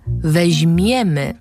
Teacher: Tutaj dwa razy bardzo wyraźnie musi być słychać m.